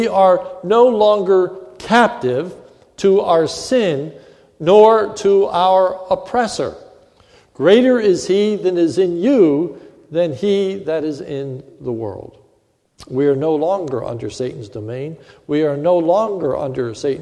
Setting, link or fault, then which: setting, large echoing room